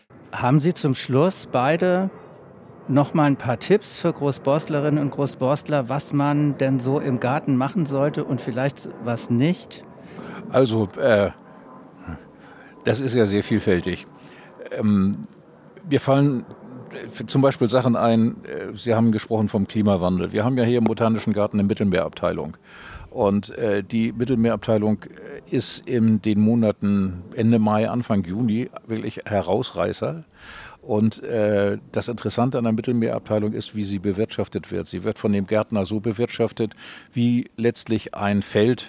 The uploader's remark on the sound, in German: Im „Schmidtchen Palme Café“ im Loki Schmidt Garten aufgezeichnet. Ein wenig Fluglärm inklusive.